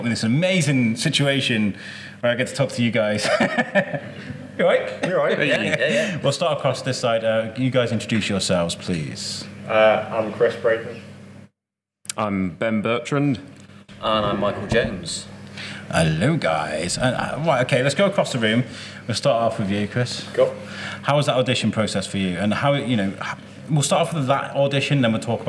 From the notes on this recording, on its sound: Coming to you from Open Space, Oswestry. A podcast recorded in front of the 20 something cast and crew in the room.